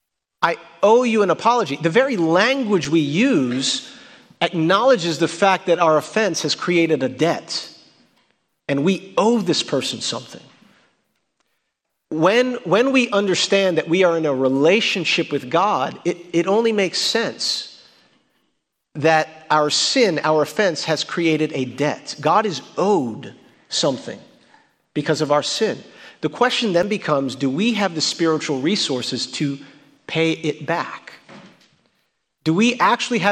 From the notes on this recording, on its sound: at Redemption Hill Church on Sunday, March 20th, 2022.